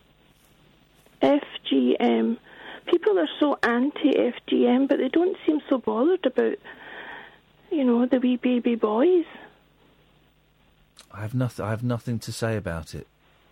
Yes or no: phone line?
yes